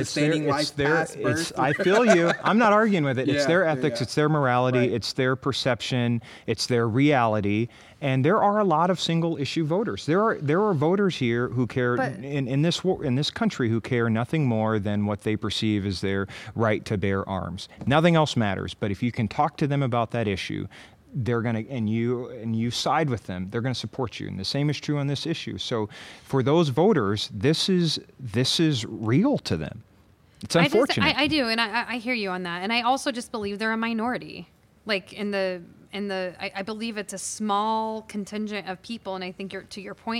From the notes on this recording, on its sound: Recorded on the stage of the Englert Theatre